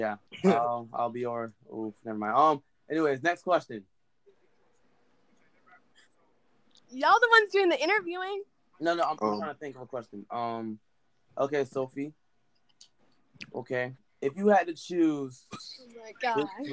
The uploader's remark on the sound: We also apologize for the technical difficulty.